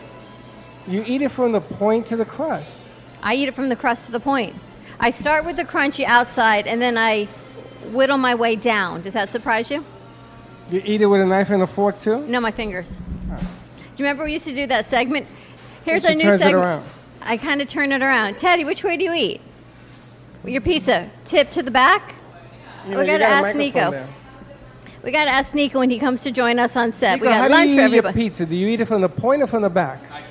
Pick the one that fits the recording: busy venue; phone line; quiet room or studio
busy venue